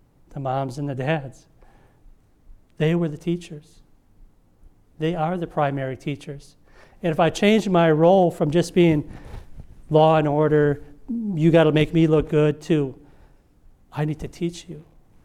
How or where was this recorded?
large echoing room